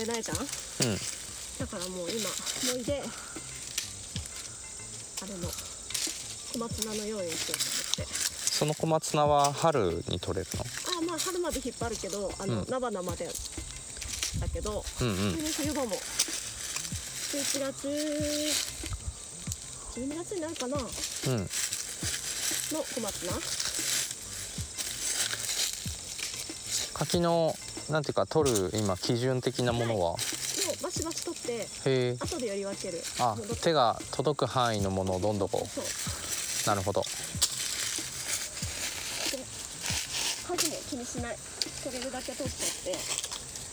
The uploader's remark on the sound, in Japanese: 今回は、畑の中に鈴なりの柿をどんどこもぎながらの収録。柿作業に夢中で、話題は断続的。